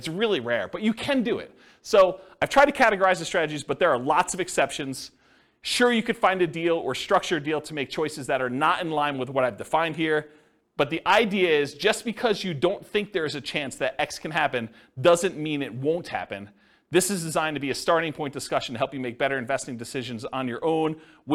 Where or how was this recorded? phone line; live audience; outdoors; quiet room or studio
live audience